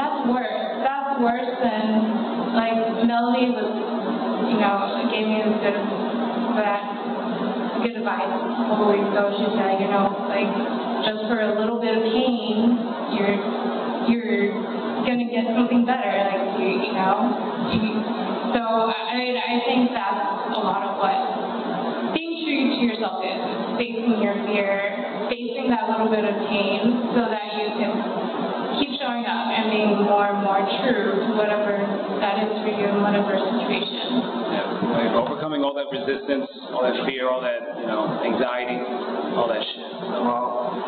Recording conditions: poor sound quality